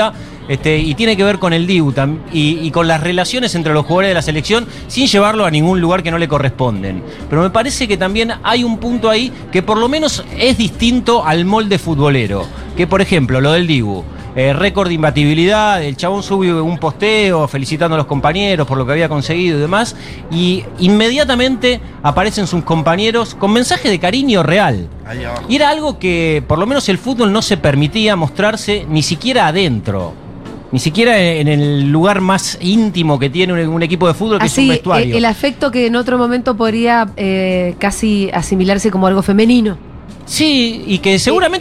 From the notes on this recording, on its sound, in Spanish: en vivo en Yunta Bar